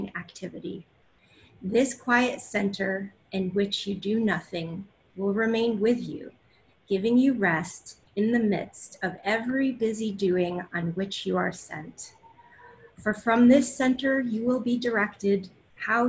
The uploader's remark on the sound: Enjoy the audio from this 2019 webinar. Interactive Q&A session.